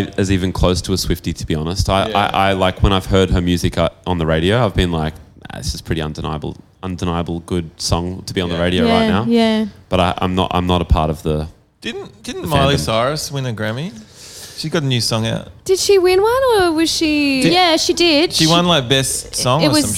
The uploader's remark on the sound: We sat down backstage before our set at Laneway Festival this weekend